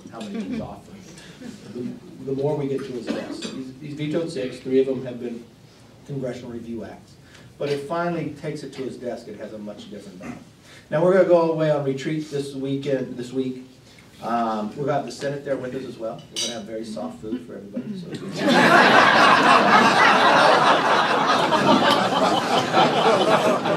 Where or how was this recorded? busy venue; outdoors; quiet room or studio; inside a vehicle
busy venue